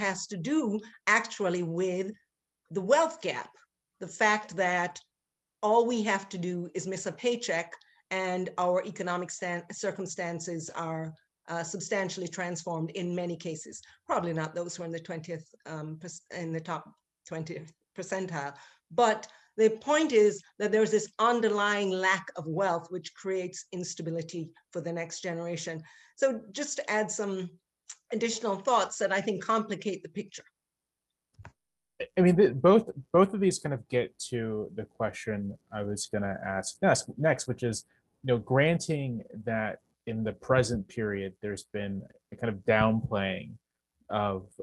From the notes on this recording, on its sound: This is a recording of our virtual event